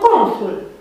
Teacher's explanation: Nu e o consoană adevărată acolo. Doar că vocala are ea o amintire a faptului că stă dusă pe lângă un nu, s-a colorat un pic, s-a nazalizat. · Term: nazalizarea vocale